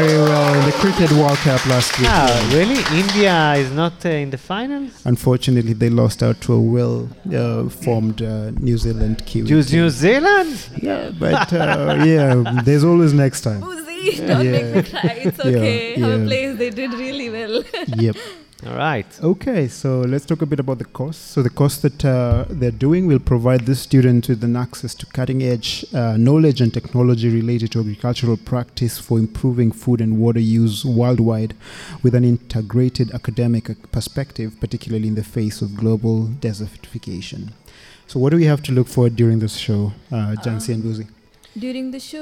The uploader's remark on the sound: This live show hosted International participants of Summer Course 2019 at the Jacob Blaustein Institutes for Desert Research, Ben Gurion University of the Negev. The live studio audience was from India.